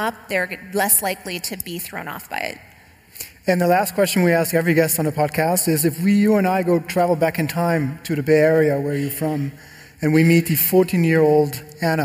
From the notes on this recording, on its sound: Recorded live at The European Communications Summit in Berlin.